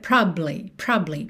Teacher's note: É como se esse A do meio fosse tão fraquinho que de um B pro outro, eles se juntassem.